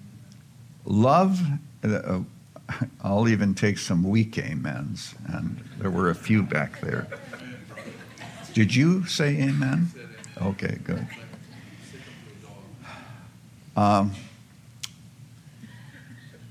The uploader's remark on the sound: delivers this workshop session at the 2023 Shepherds 360 Conference